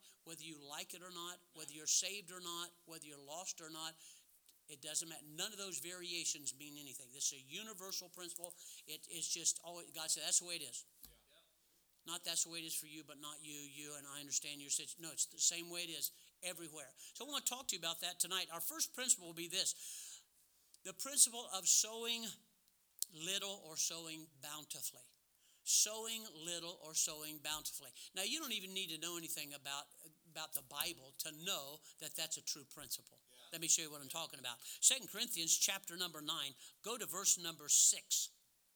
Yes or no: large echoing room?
yes